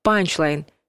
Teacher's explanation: ударение ставить на первый слог. «Панчлайн».